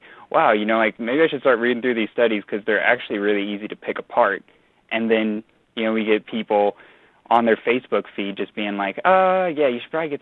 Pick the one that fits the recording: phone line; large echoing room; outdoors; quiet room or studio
phone line